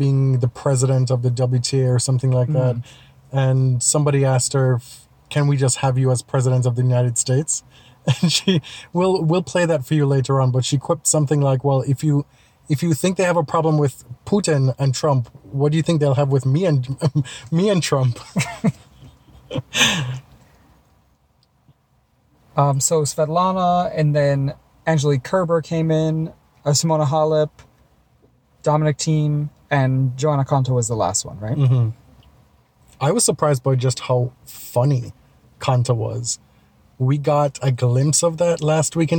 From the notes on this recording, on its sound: From the 2017 Western & Southern Open in Cincinnati. We are again recording in our car, but this time we've also got outtakes from Monday's player roundtables.